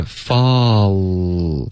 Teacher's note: 这个啊滑到呜还是一个音节，嗓子是一直不断的震动